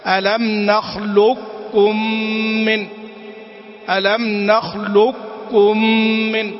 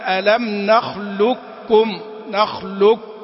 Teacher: نذهب إلى القاف بس ما نأتي بقاف يظهر صوتها، وإنما فقط يظهر صفة الاستعلاء فيها · Shown in: first take · Term: الإدغام الناقص